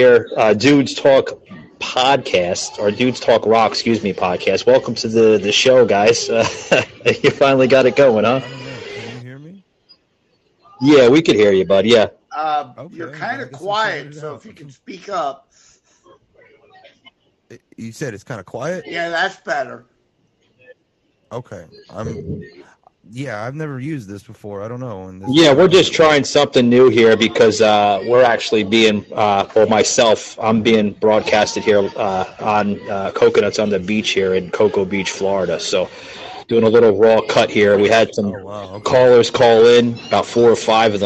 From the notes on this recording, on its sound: is being recorded at Coconuts on the Beach in The Space Coast area of Florida